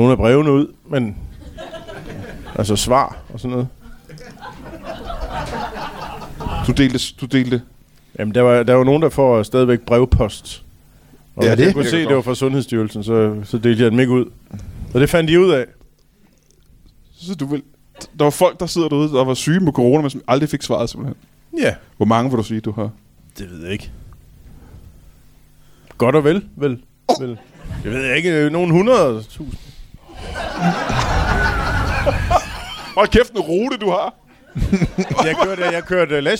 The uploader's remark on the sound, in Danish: LIVE fra Tobbers i Kolding